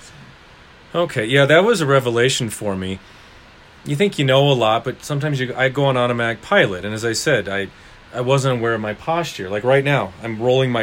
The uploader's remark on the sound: That sound you might hear in the background is a fan we were unable to turn off. This is the first podcast I recorded with the guest in the room with me (we recorded in her studio).